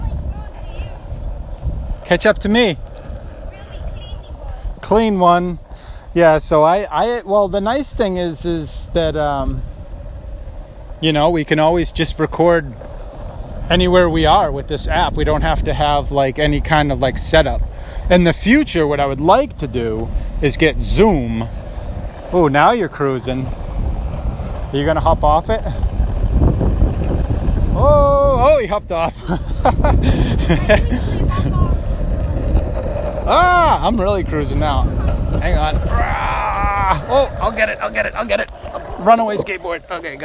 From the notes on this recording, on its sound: It’s my son’s fourth time skateboarding so we decided to record while we were out putting around the neighborhood!